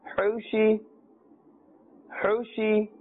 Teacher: This ha is from the center or middle of the throat. The sheen, don't stretch the sound of the sheen and say shi, that's incorrect.